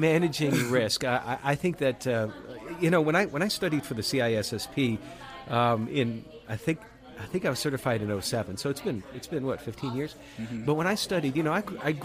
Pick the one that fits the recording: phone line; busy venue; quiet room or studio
busy venue